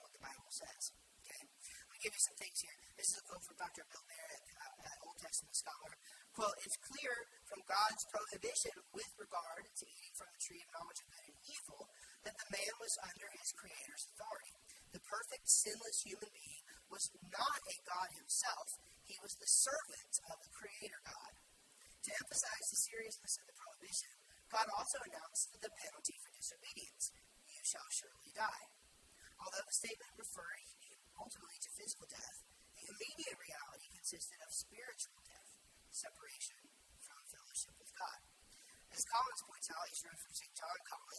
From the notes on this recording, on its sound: Share with you a message I gave recently at church. The audio quality is not wonderful.